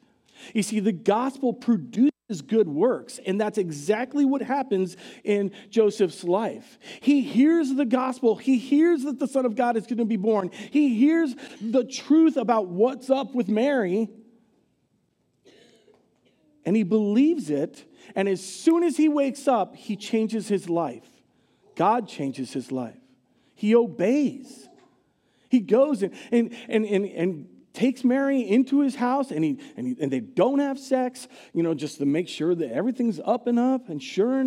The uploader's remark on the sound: Recorded live at Word of Life Church in Le Sueur, Minnesota, on December 17, 2023